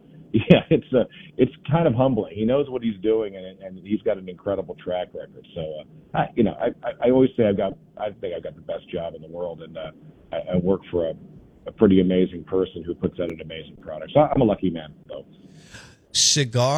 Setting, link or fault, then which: link, phone line